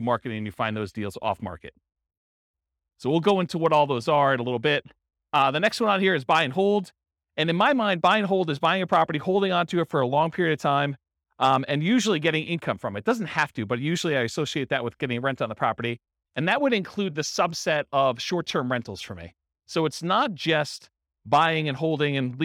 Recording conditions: live audience